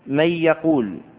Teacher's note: فالنون الساكنة في الكلمة الأولى أدخلت في الياء الواردة في الكلمة الثانية فصار جميعا حرفا واحدا مشددا هو الياء · Term: الإدغام